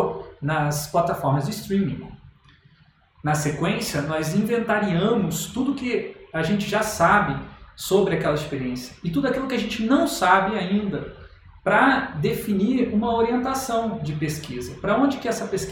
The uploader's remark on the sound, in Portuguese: Esta palestra foi gravada na Semana de Product Design organizada pela Online UX Team. Esta palestra foi gravada na Semana de Product Design organizada pela Online UX Team.